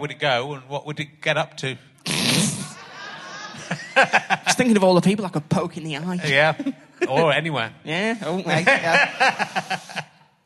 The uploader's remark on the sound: back at the Manchester Podcast Festival